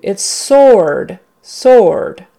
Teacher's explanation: And we don't even say the W.